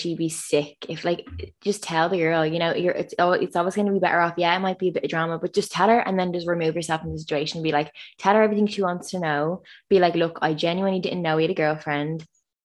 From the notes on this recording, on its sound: AGAIN over zoom but we promise this is only temporary for a little while longer. We've found a solution for our shit quality sound and camera.